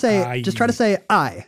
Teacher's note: I mean, our vowel I, when you think of it, doesn't really exist. It's a diphthong that you get by saying ah and then e.